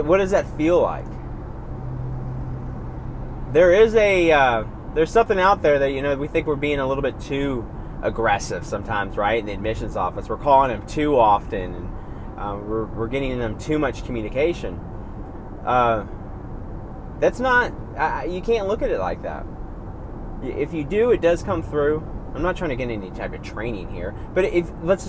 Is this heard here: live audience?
no